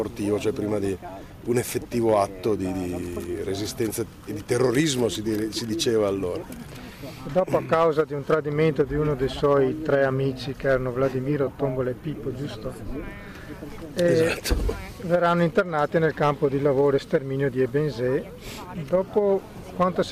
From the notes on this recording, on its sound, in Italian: Un'intervista registrata il 25 aprile Festa della Liberazione, al Parco della cave di Monselice. Nella seconda parte abbiamo ascoltato in diretta telefonica l'attrice.